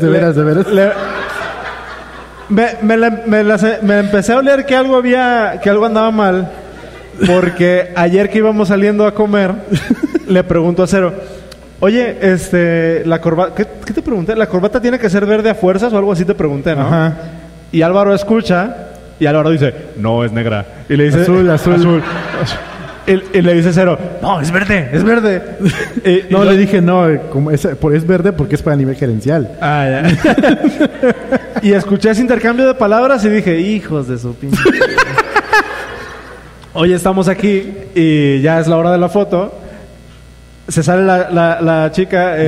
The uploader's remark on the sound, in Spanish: Episodio grabado frente a audiencia en CDMX. Respondemos preguntas del público.